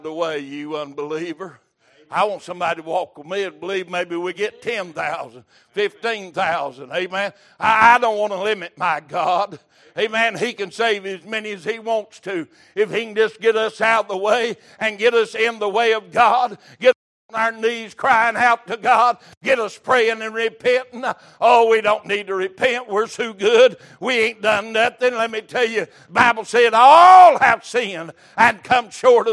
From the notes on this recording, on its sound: Recorded May 17, 2023 - Wednesday Evening Service.